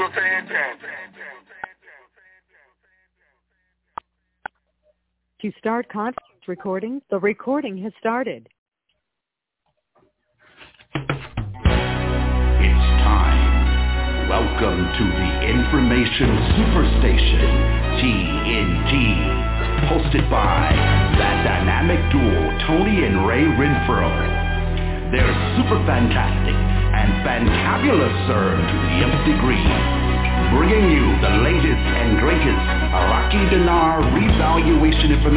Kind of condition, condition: link, phone line